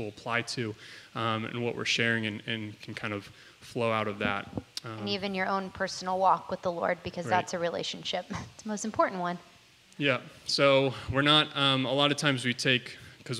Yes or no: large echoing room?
yes